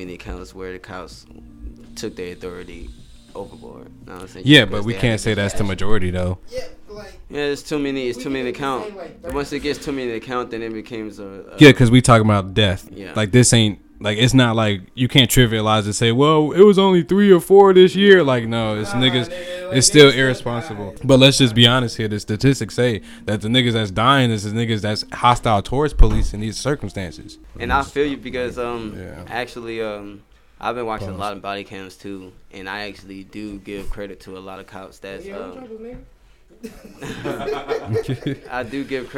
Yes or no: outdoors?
no